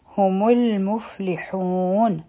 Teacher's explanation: او په میم باندې سکون و، او المفلحون دویم لفظ و، نو دلته مونږ په میم باندې ضمه یعنی پیښ لګوو او د لام ساکن سره مو وتړو